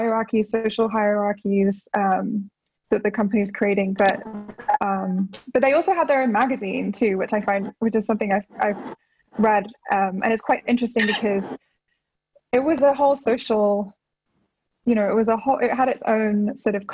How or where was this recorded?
video call